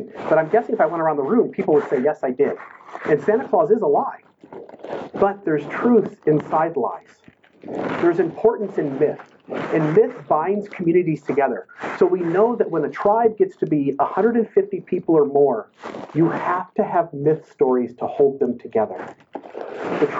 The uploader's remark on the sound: The audio quality has issues but a transcript has been included HERE to make it easier to know what is being said.